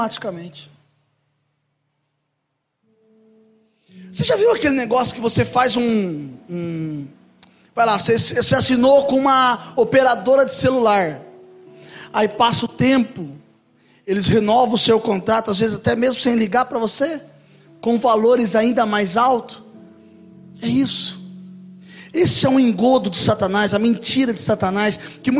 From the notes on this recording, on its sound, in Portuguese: Mensagem gravada em 12/02/2023 - Culto da Família